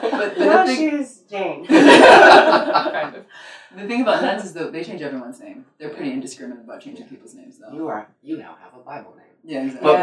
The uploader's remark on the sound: Our apologies for the poor audio, we ran in to some technical difficulties